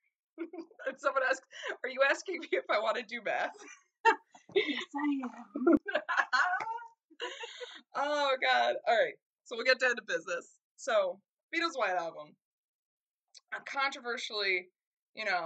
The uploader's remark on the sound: We are aware that the audio for the first 3/4 of the episode is awful. There was a lose chord, but we did fix it so please bare with us!